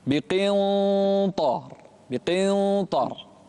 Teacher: ما فخمت الإخفاء ما فخمت الإخفاء. فخم الإخفاء لمناسبة الطاء بعدها